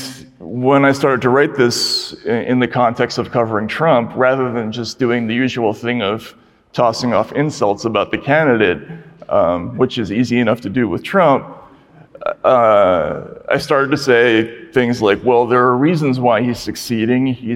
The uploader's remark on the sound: This conversation was recorded LIVE at the All-In Summit in Miami!